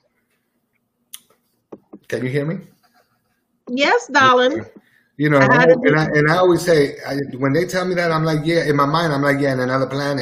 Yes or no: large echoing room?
no